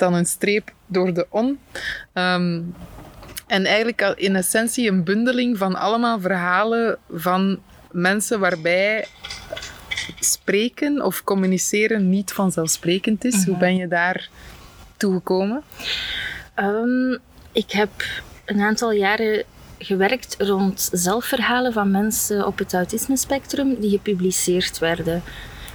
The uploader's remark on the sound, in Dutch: Guislain museum ging ik een tijdje geleden in gesprek. De wind saboteert hier en daar een beetje de opname.